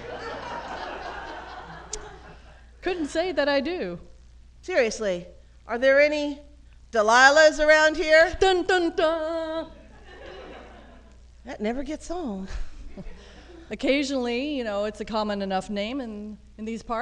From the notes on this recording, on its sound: Live at the 2nd annual SF Femprov Festival